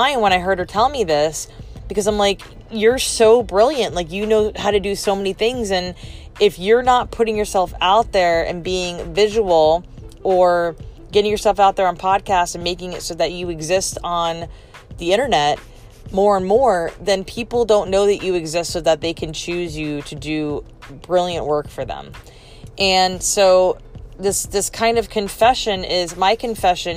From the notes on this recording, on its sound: Recorded from my car, out and about running errands